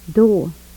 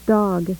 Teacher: Back vowels high to low with decreasing roundedness